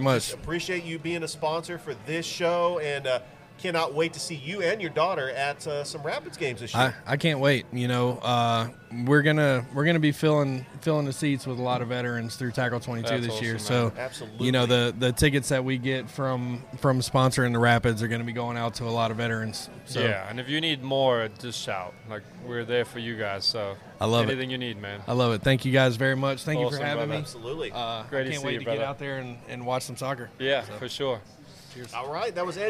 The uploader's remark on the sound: Live from Ivy Park Sports Bar and Grill